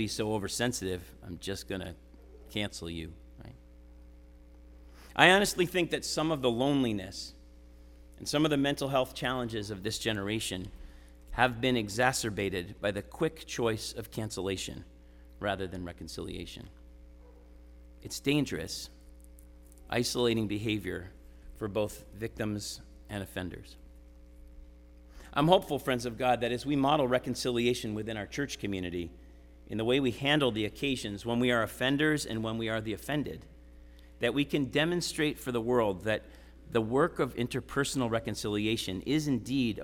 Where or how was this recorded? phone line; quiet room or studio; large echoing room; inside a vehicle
large echoing room